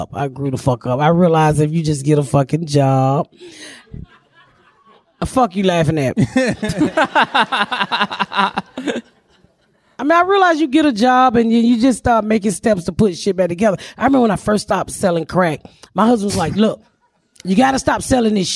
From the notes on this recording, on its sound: We are live at San Francisco Sketchfest